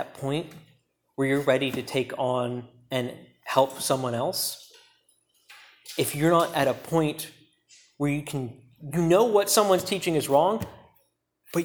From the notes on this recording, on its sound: preached at Key Peninsula Baptist Church